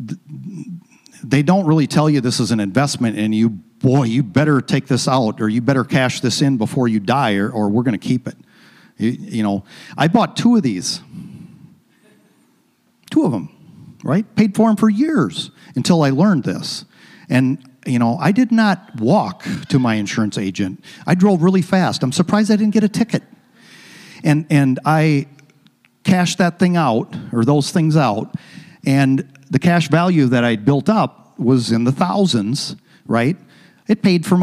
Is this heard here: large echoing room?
yes